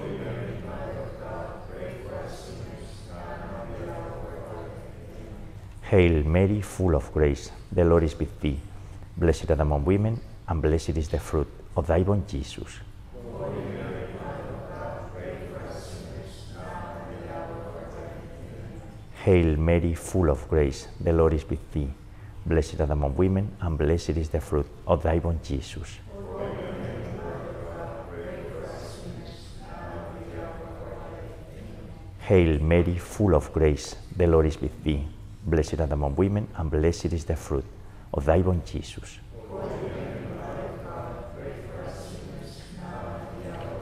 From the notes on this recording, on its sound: This Rosary was recorded last Friday, April 28th, during the 18-month funeral mass anniversary of Maria Blanca in Greenwich, Connecticut.